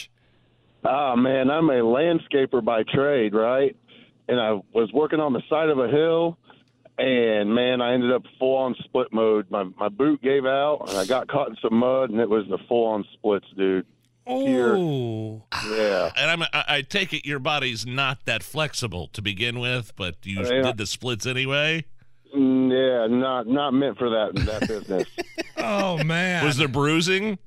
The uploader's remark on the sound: Listeners call